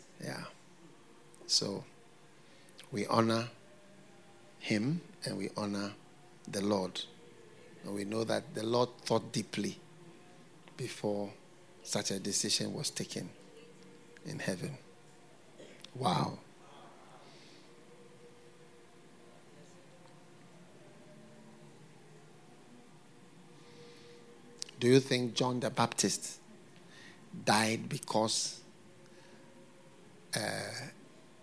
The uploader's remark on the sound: Preached at FLOW Church Service.